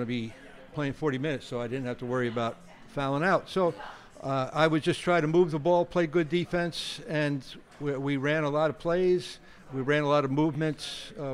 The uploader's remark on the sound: at the Knicks Legends Lunch at Clyde's Wine & Dine in NYC